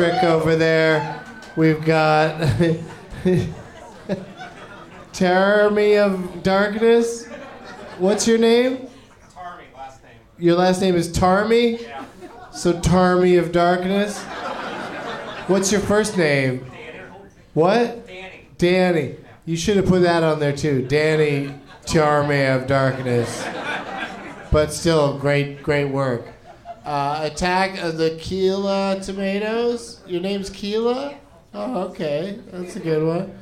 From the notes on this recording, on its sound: Live from Go Bananas Comedy Club in Cincinnati